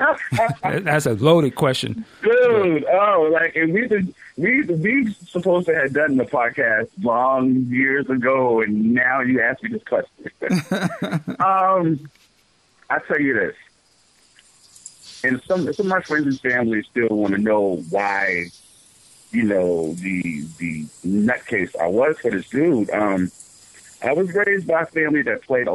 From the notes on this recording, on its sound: we open the phone lines